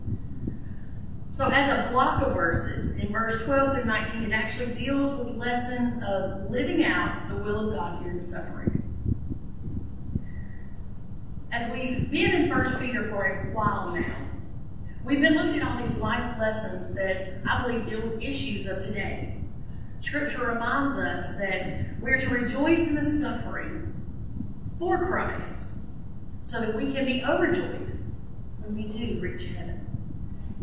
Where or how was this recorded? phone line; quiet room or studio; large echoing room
large echoing room